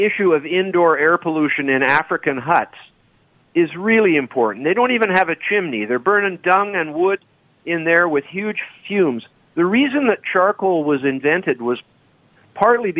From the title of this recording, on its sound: Open Phones